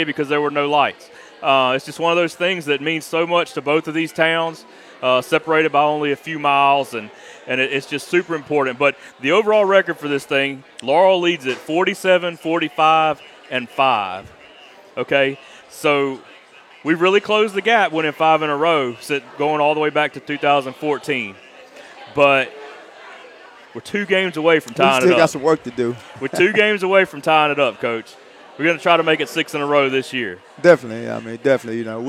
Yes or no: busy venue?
yes